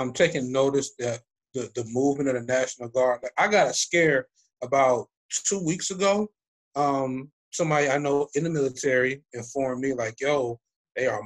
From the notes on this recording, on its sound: we use facebook live